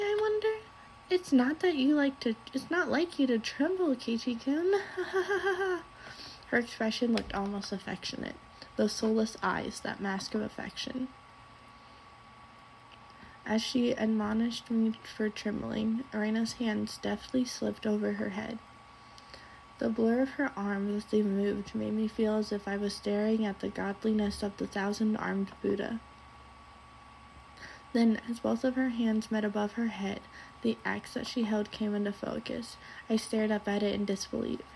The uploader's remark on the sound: This one has the background sound